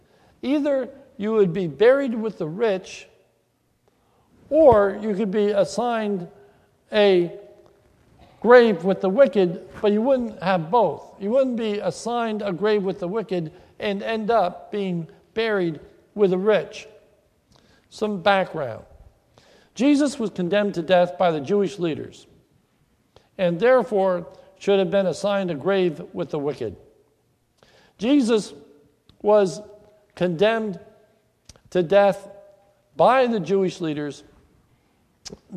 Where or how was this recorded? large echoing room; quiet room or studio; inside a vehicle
large echoing room